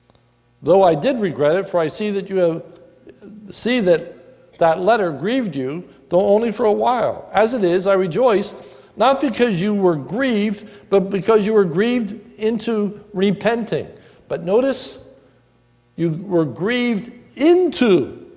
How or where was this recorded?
large echoing room